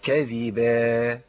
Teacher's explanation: أنا عندي تنوين بالفتح، لما أقف عليه أقف عليه بألف على طول